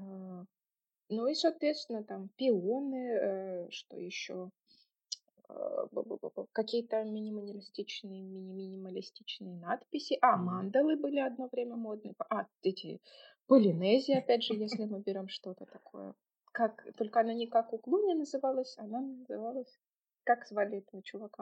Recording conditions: poor sound quality